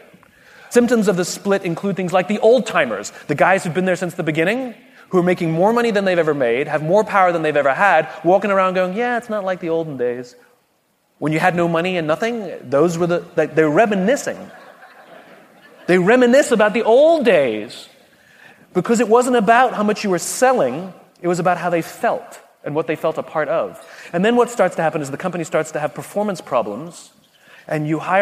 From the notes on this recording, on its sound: On today’s bonus episode from EntreLeadership Summit, we’re featuring a Q&A session. Answer queries from our attendees.